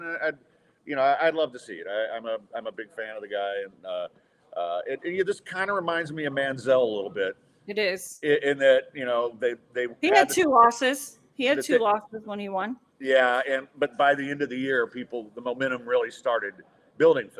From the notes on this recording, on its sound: Recorded on site at Midtown Bar and Grill